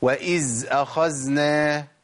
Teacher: نخش على بعض الاخطاء التانيه، وهي ابدال الذال بزاي